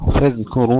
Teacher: فاذكروا الله، فاذكروا ترقيق الفاء والذال مع رخاوة الذال، ثم ترقيق الكاف تفخيم الراء